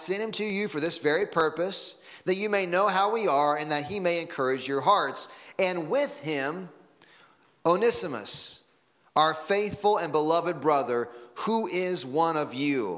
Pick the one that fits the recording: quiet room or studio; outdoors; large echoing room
large echoing room